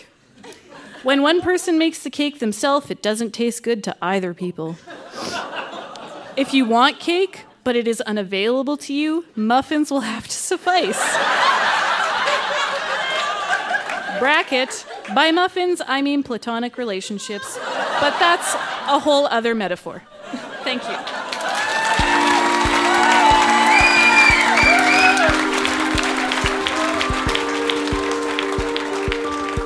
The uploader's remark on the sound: Recorded live at The Artesian in Regina as part of Winterruption 2017.